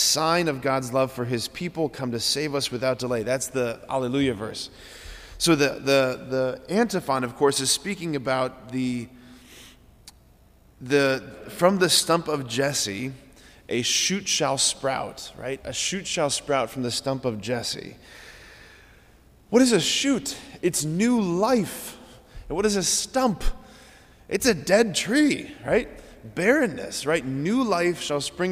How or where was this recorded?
large echoing room